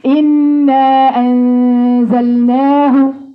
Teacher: إنا أنزلناه بتاع الألف بتاعت إنا قصرتها حركتين. · Term: مد طبيعي